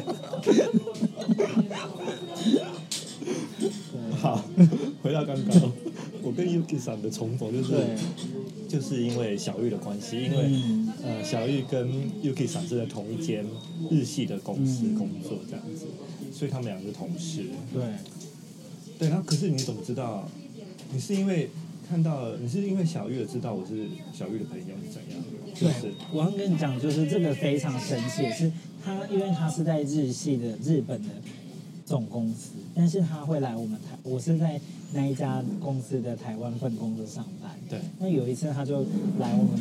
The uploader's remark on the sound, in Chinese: 東京居酒屋夜談。本集節目在居酒屋內錄音，環境吵雜。這一集節目在有樂町和新橋之間的高架橋下居酒屋，邊吃邊聊收音。環境音依然有點吵雜，敬請多多包涵！